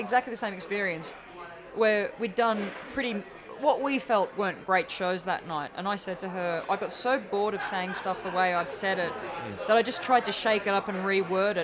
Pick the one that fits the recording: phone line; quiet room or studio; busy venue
busy venue